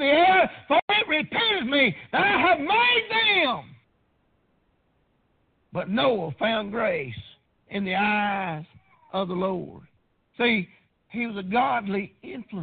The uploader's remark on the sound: Preached on Father's day at Prayer Baptist Church.